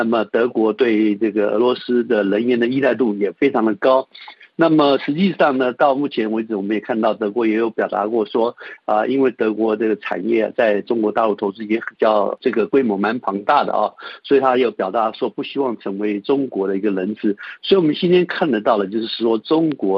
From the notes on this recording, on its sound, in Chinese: 接受本台电话采访。